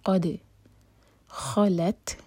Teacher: دال پر سکون ہے تو دال پر قلقلہ کریں گے، یعنی کہ دال کو باؤنس کریں گے